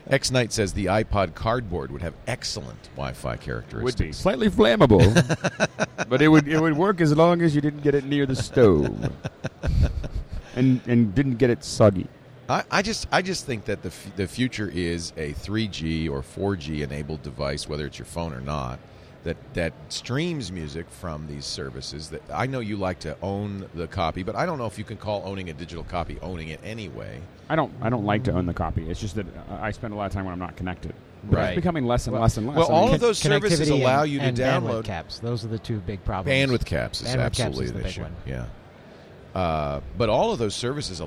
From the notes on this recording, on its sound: Live from NAB Show 2011.